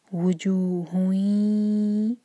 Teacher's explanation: وجو اس کے بعد ہے ہا پر جو ضمہ کی تنوین ہے اس کے بعد ہے یا تو یہ پہچان ہے کہ ہم نے ادغام کرنا ہے. نون کے ساؤنڈ کو یا کے ساتھ مرج کریں گے. وجو ہوئی دو سیکنڈس کا ٹائم دیں گے.